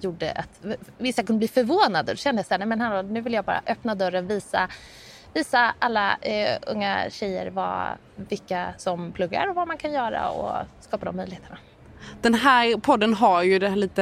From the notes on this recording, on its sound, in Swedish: Välkommen till denna liveversion av Brainpod. Detta avsnitt var inspelat under Ingenjörsdagen 2023 den 23 november i Stockholm.